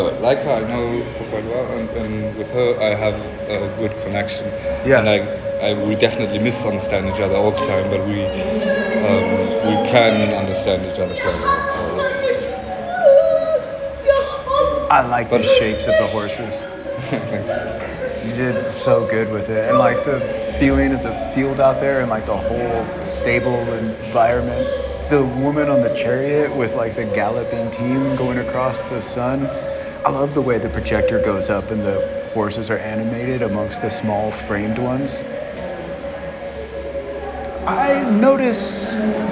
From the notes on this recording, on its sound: A native art gallery field recording into the “Institute for Art in Context: Master Exhibition.” CCA.Berlin.